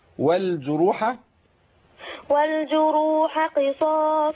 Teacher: اللام عندي هنا منطوقة لأنها لام قمرية. والجروح قصاص.